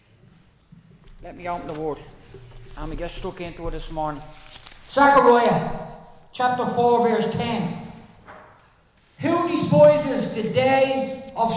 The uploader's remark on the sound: Recorded live in Liberty Church on 28 May 2023